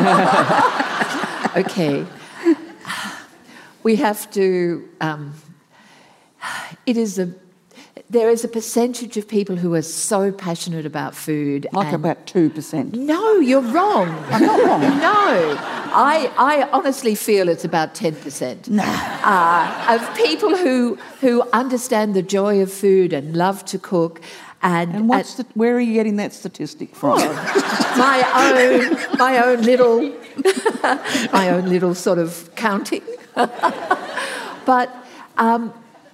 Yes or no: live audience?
yes